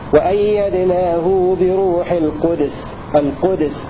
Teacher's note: أي قرأ ابن كثير بإسكان دال كلمة القدس. وأيدناه بروح القدس، القدس مع القلقلة.